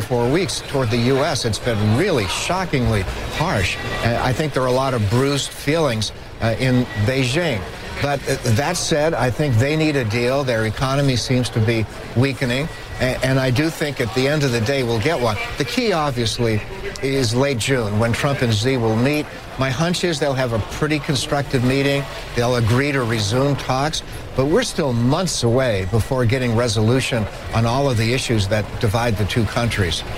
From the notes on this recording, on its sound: live from the New York Stock Exchange